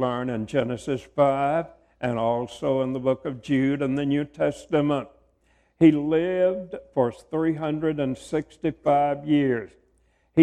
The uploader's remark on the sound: preaches at the 2021 Memphis School of Preaching Lectures.